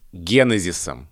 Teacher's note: после ударного слога три безударных